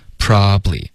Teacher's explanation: 三个音节 probably，我们会把它融成两个 probably